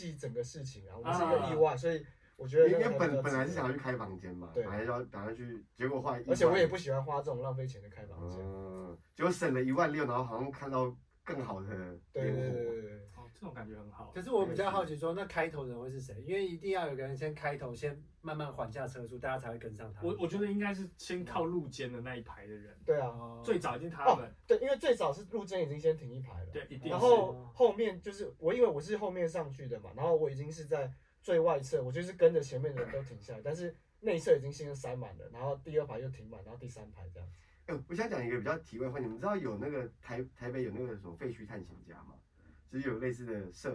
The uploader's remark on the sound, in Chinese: 錄音重大失誤，抱歉！我們忘了按下介面器上的錄音按鍵。